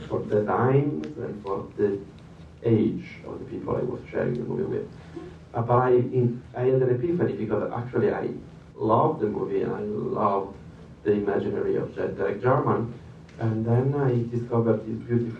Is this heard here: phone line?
no